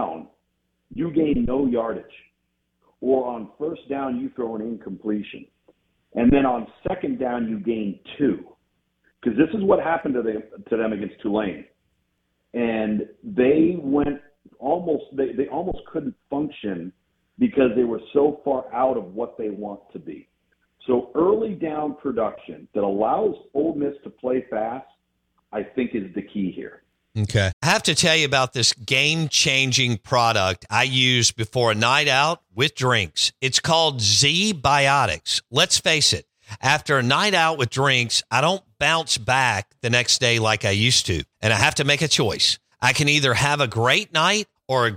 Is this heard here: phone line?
yes